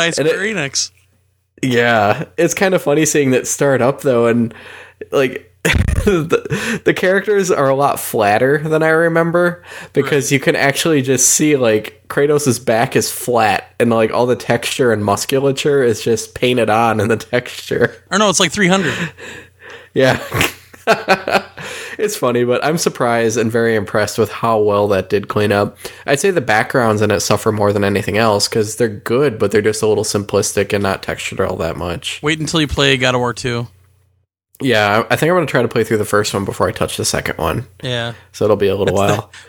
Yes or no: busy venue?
no